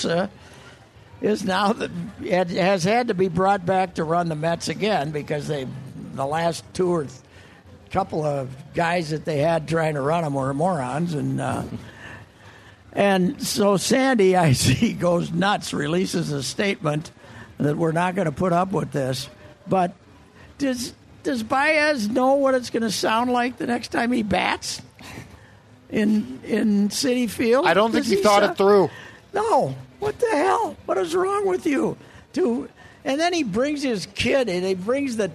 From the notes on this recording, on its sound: LIVE from the Minnesota State Fair. Is back at the Great Minnesota Get Together.